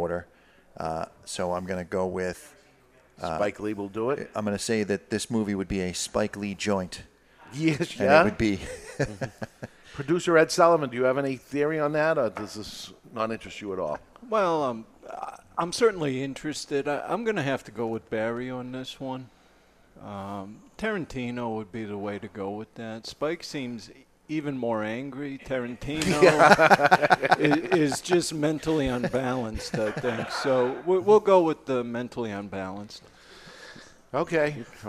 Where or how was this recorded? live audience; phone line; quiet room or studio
live audience